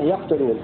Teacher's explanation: بفتح الياء وسكون القاف وضم التاء مخففة